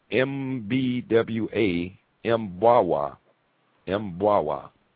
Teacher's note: pre-nasalized stops are decomposed into two syllables when the word would otherwise have one.